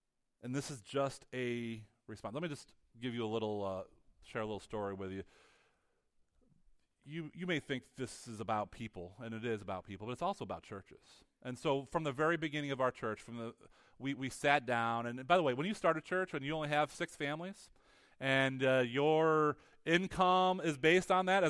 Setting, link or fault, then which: setting, large echoing room